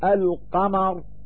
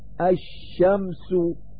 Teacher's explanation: ففي قولك القمر تظهر اللام الساكنة ويسمى ظهورها بالإظهار القمري، وفي قولك الشمس تحذف اللام الساكنة ويسمى حذفها بالإدغام الشمسي، فاللام التي تدخل على الأسماء إما أن تظهر وتسمى باللام القمرية، وإما أن تحذف وتسمى باللام الشمسية، وهاك الحروف التي تظهر قبلها اللام الساكنة التي تسمى باللام القمرية.